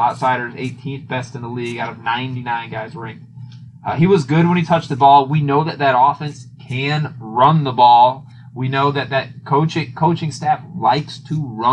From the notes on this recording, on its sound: tripped on a wire and fucked up the audio quality